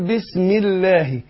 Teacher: يبقى عشان سبقها مكسور بنرقق لام لفظ الجلال